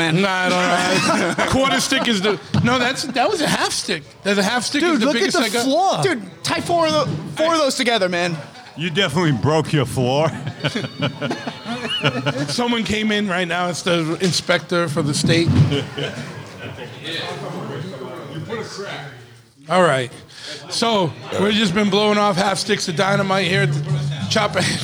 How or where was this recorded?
busy venue